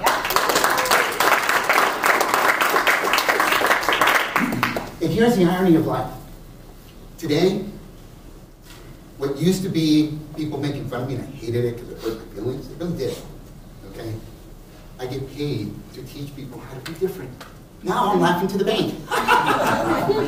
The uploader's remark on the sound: a past keynote from the San Francisco Chapter of the National Hispanic Organization of Real Estate Associates (NHORA)